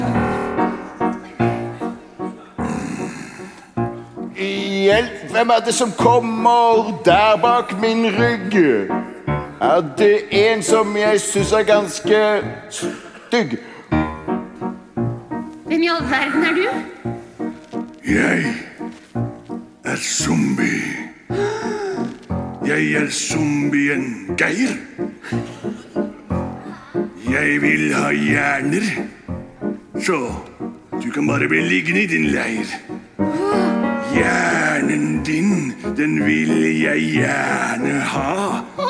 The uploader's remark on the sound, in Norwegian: Live fra Kampen Kirke